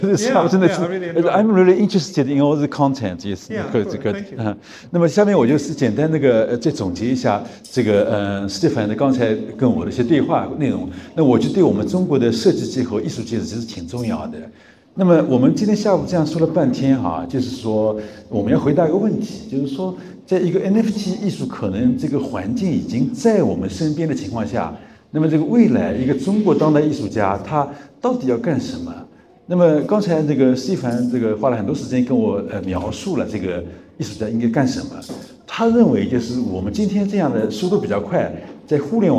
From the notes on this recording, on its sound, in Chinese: 本期播客是艺仓美术馆的公教对谈现场实录